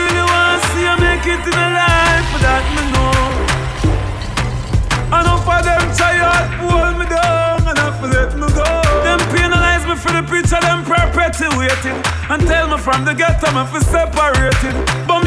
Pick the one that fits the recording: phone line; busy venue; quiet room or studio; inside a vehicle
busy venue